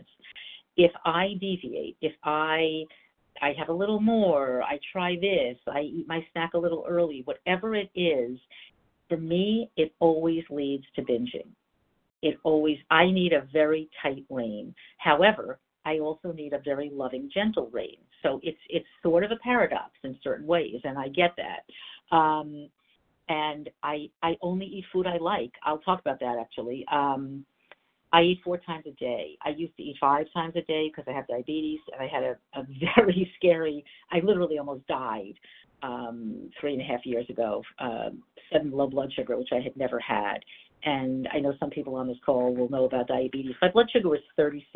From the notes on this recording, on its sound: 100 Pounders Phone Meeting.